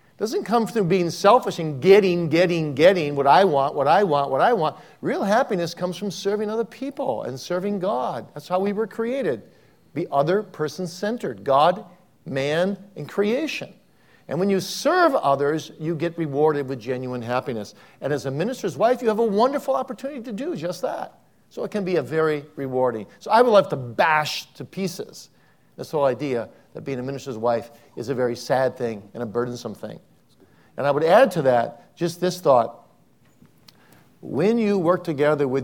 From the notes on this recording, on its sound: on a LIVE panel at the annual Preaching Conference at Westminster Theological Seminary